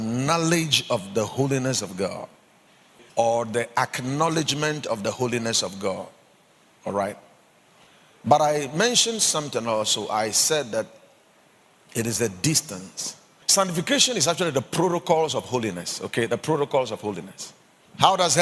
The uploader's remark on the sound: Preached at the Watered Garden Church